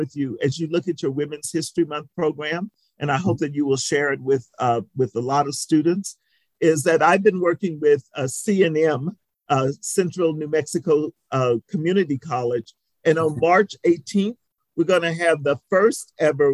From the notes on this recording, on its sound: This was a virtual presentation, recorded on February 23, 2022.